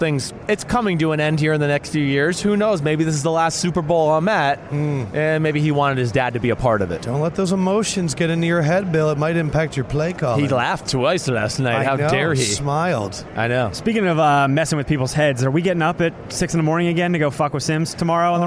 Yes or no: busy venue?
yes